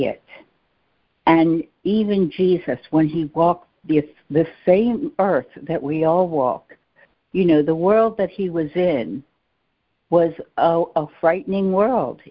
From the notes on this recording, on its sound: ACIM Daily Conference Call